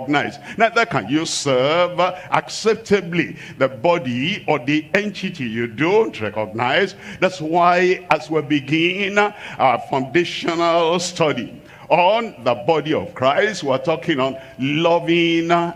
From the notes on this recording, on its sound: live from Asaba, Nigeria